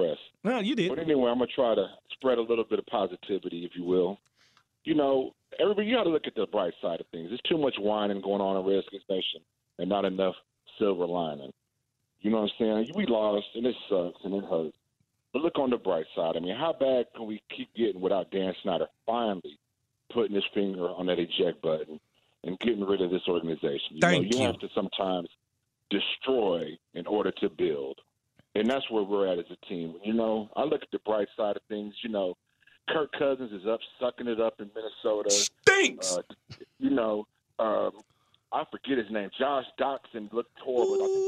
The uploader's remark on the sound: Also, fans call in to discuss as well.